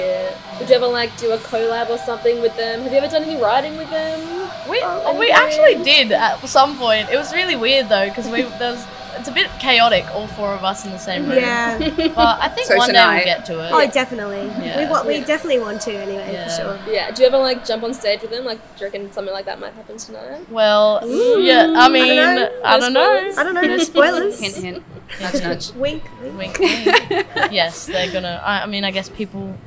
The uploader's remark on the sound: In this one we are out in the field, on-site at Stay Gold in Brunswick. Due to being recorded on-site at the actual venue right before their show, there is a bit of background noise, mostly music from the front bar in Ollies Pizza Bar.